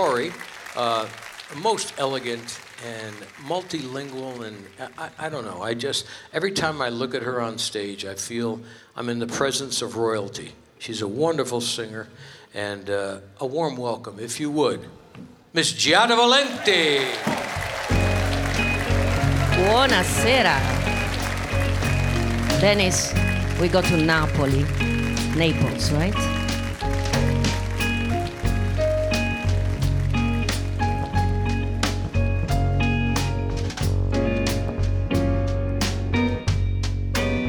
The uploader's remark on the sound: Live at the South Point Casino